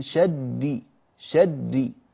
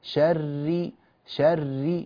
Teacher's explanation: أنت تضغط على مخرج الراء وتمزج صوتها بصوت الدال · Shown in: first take